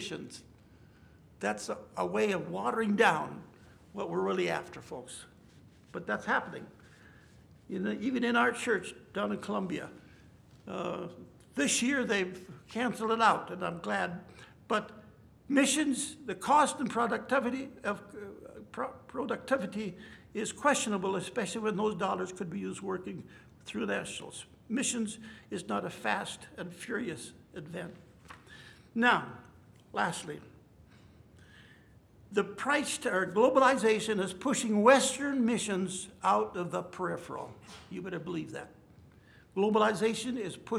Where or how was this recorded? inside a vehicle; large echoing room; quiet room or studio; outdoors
large echoing room